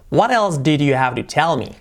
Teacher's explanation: Y el to, también lo que hemos dicho antes, la T como una R suave.